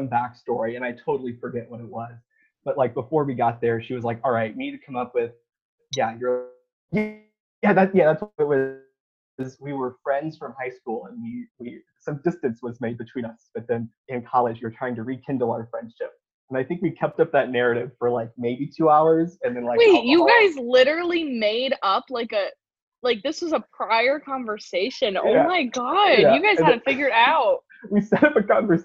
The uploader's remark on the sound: The girls finally figure out technology and have their first ever zoom date.